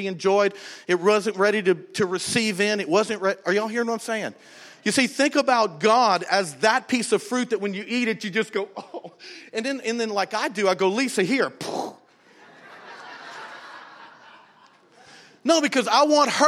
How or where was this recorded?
large echoing room